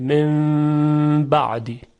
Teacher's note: مثلا وقتی که نون ساکن میاد پهلوی حرف با، من بعد، در اثر همجواری و همنشینی نون ساکن و حرف با، نون ساکن تبدیل میشه به میم، به میم ساکن که در تجوید بهش میگن اقلاب یا قلب به میم